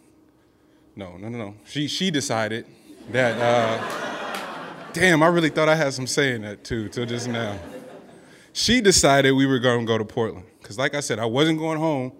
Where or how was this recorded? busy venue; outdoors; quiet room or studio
busy venue